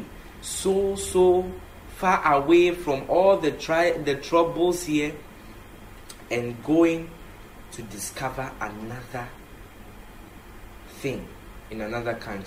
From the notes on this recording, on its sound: International Strategic Management & Leadership Conference. Conference for Love Arena Denomination held at the Love Arena Church, Ghana.